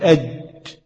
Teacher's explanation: فتجد الجيم لها نوع من الاستعلاء، أج اللسان مستعلي، لكن يعني مش زي الحروف الثانية.